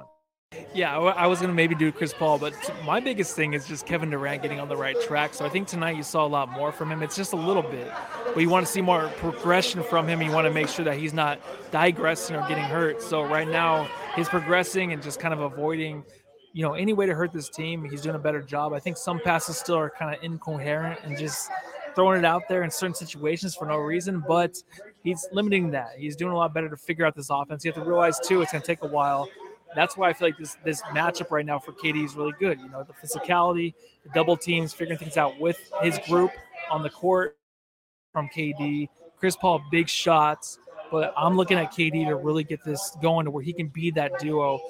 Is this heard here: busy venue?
yes